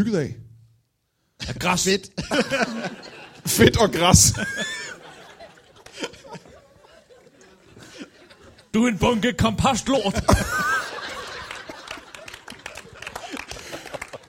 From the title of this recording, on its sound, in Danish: LIVE fra Holbæk